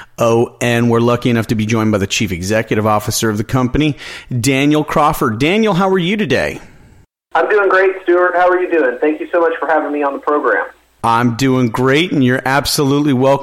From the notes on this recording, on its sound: called in to SmallCapVoice.